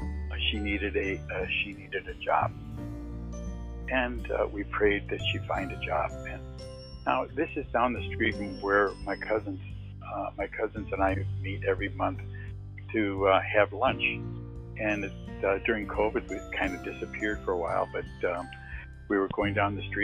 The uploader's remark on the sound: testimonial on the phone